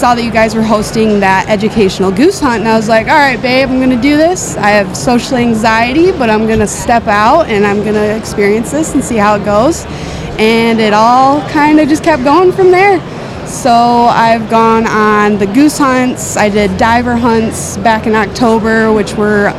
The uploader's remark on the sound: Special Event: Live at the Outdoorama. At the Outdoor Rama in Michigan.